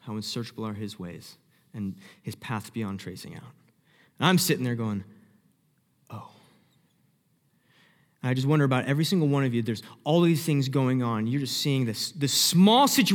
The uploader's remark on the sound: Sermon Audio From Northview Young Adults